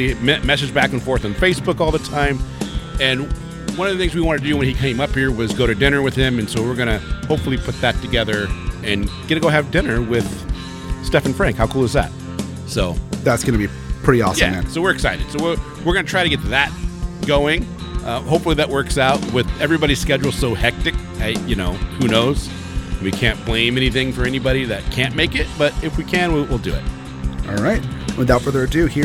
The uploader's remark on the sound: Emerald City Comic Con 2018 Day 3! Live!